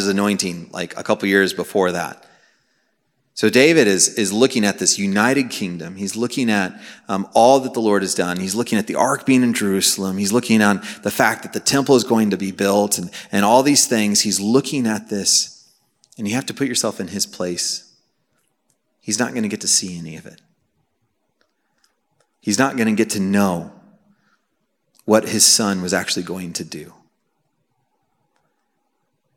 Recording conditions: live audience